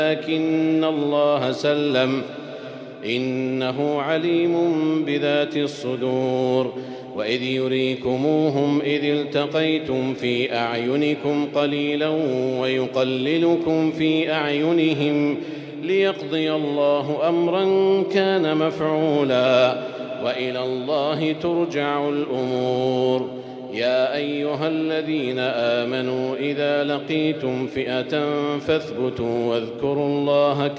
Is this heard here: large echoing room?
yes